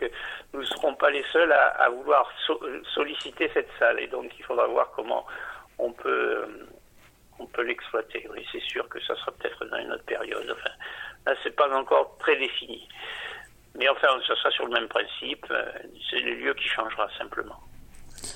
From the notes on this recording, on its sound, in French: Interview téléphonique